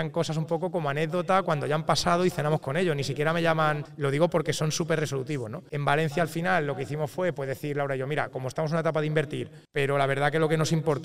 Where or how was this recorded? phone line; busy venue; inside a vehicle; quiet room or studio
busy venue